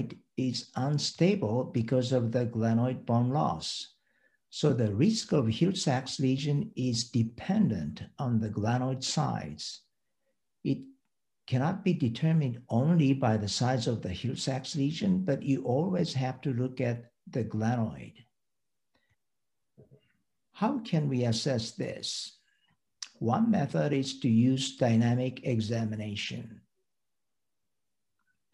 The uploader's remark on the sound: WEBINAR REPLAY. An audio replay of our recent webinar presented by the ISAKOS Shoulder Committee.